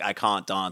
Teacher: in South Australian English, they do not have as pronounced a trap bath split